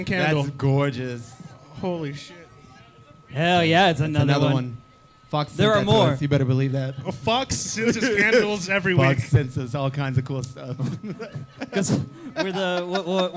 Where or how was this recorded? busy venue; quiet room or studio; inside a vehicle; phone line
busy venue